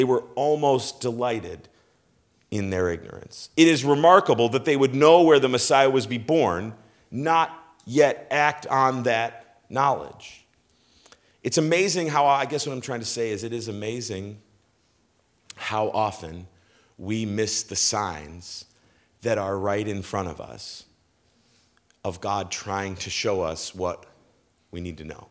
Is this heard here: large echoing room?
yes